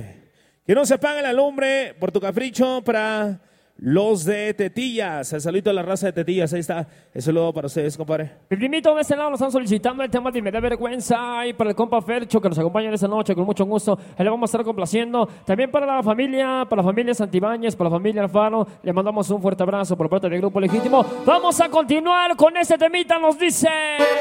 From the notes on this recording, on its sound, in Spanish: En Vivo Desde El Barranco,Zac